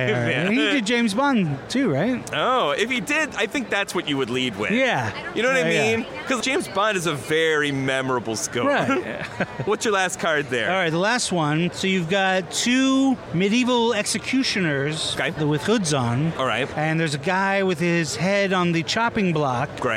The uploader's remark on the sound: Live at Los Angeles Comic-Con